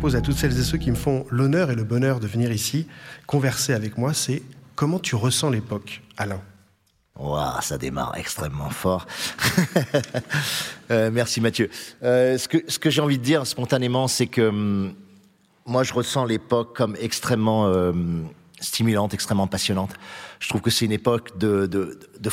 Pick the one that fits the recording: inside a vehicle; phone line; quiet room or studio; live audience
live audience